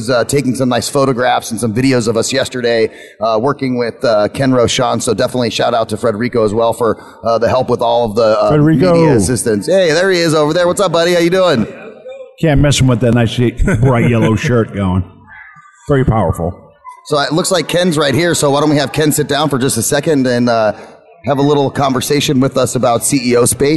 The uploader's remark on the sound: VoiceAmerica Broadcasts Live from CEO Space in Las Vegas.